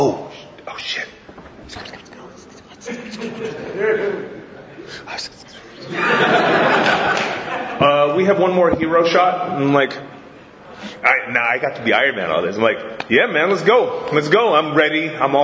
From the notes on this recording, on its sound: If you couldn’t make it to Chicago this past July, fret not, we got you covered! Standing room only panel from the con.